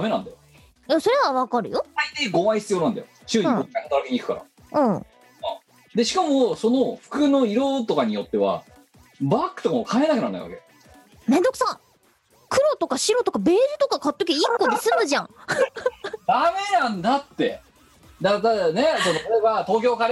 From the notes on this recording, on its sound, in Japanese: 本番組はリモート収録です。収録時環境の影響により、聴き取り辛い部分があります。今週も元気に外出自粛で、リモート収録。